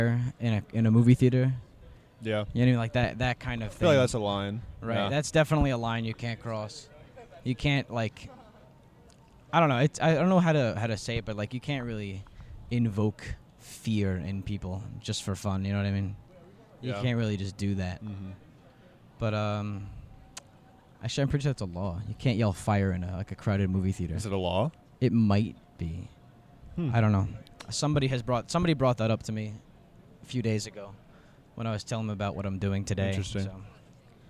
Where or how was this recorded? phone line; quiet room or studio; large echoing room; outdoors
outdoors